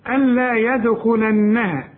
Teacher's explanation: اللام ادغام كامل بدون غنة، وانا بريحك بقول لك الغي النون كأنها غير موجودة، قال لا، اعني شبك للهمزة مع اللام، لأن النون جوه اللام دلوقتي مش باينة.